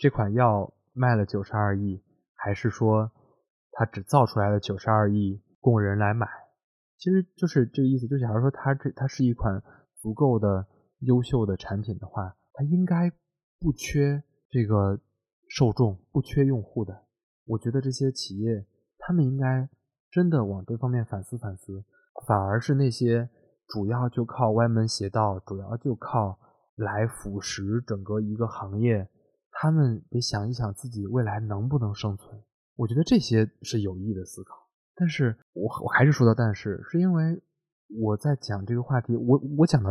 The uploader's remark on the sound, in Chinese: 希望大家体谅我的录音和剪辑